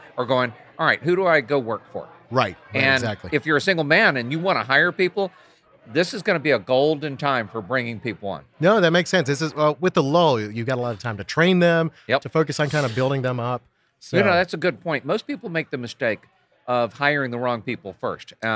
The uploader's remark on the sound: recorded with them during the inspection fuel conference last October